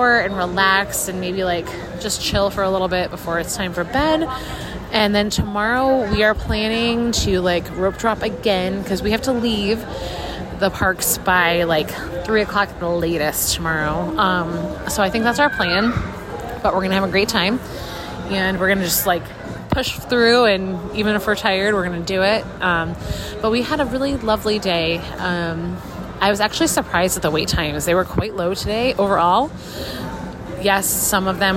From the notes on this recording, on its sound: Live From The Parks: Universal Orlando. Live from the parks at the Universal Orlando Resort.